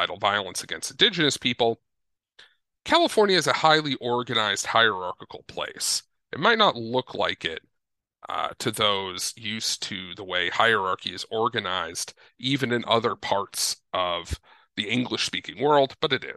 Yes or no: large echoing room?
no